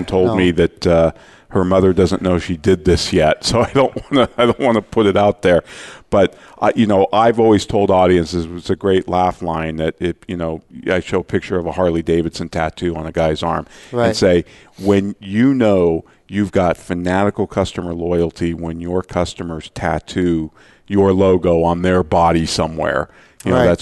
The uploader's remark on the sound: Live Broadcast at the The IPBC IGNITE Conference. 2016 IPBC Ignite Confrence.